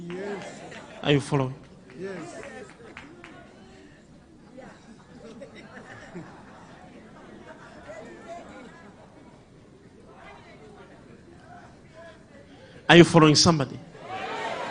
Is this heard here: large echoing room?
yes